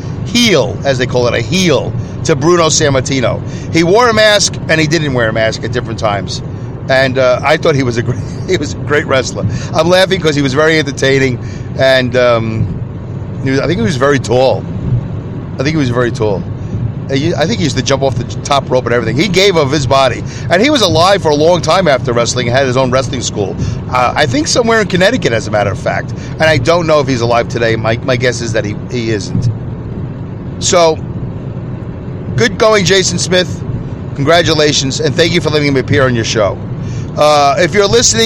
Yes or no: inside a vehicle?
yes